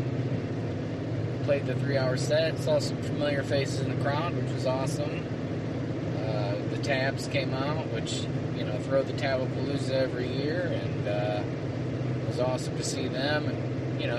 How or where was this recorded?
inside a vehicle